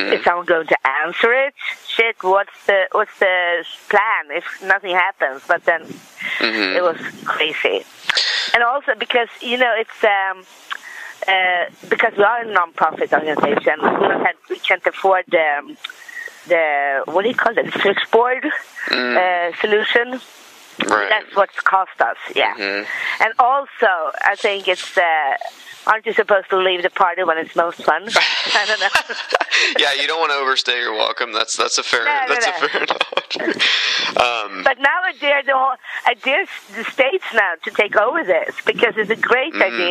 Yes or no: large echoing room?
no